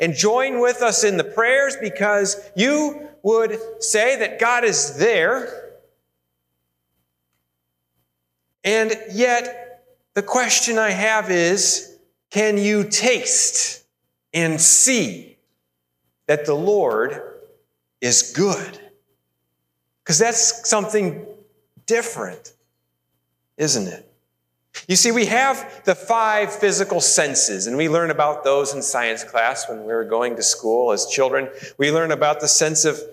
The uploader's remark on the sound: Sermon recorded live at Holland FMC. We are located in Holland, Ohio, USA.